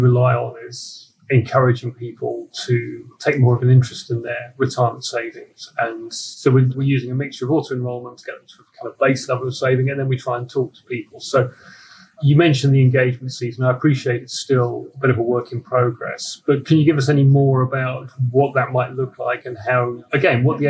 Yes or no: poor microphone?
yes